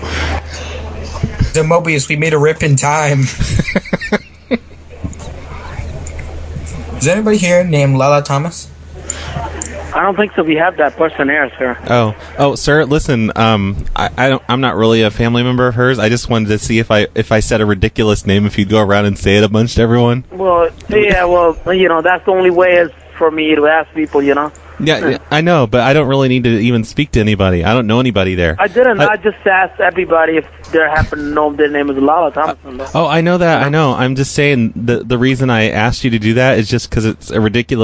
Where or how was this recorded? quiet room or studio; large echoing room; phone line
phone line